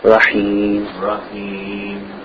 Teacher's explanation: A little bit more air in the ha, the makhraj of the ha